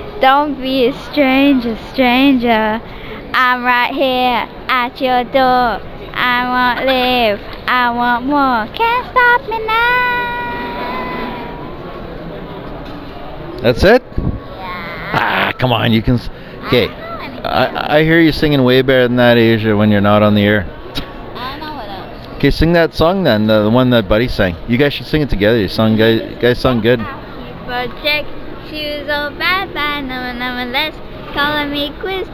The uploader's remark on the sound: Today's episode was recorded completely in my vehicle while I was driving around doing errands. Take a ride with me while I grab a coffee, rant about stuff and pick my kids up at school and end the show at the mall with some singing.